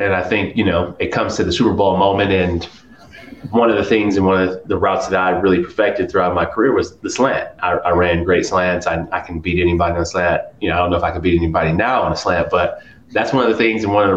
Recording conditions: busy venue